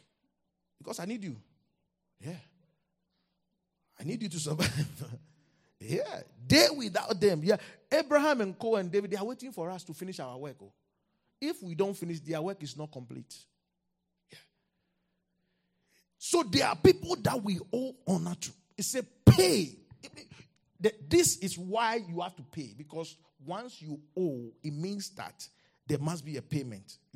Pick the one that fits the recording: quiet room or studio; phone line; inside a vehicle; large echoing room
large echoing room